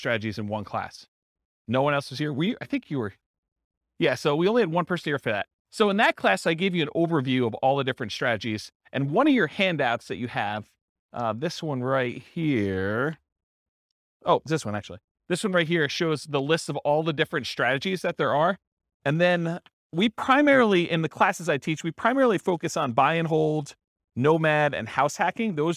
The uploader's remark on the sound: This was a live class recorded